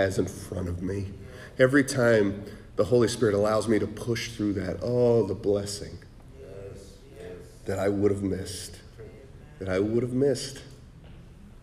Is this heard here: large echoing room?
yes